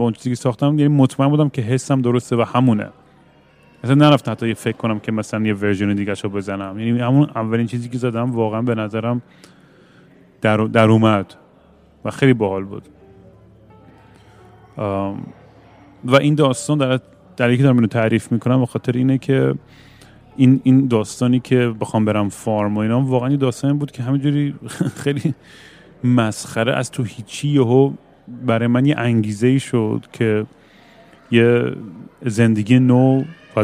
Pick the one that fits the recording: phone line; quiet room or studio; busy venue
busy venue